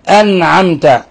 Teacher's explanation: حقق الهمزة، لا تسهل الهمزة، بين الشدة في الهمزة